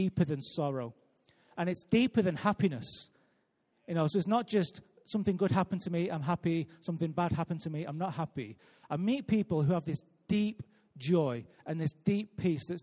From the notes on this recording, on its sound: Recorded live at Life Church